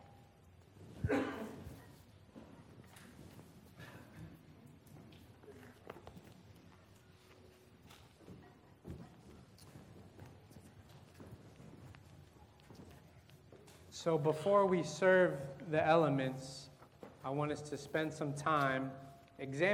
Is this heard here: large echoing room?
yes